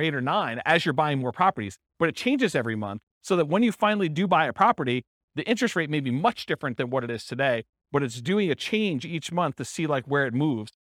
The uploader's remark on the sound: This was a live class recorded